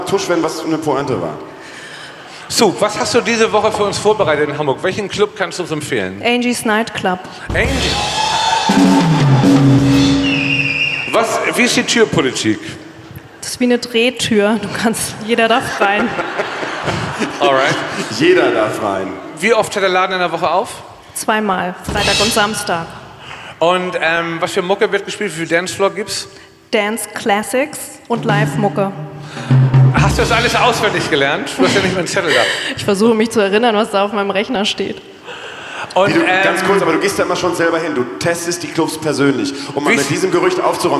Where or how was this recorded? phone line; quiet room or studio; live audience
live audience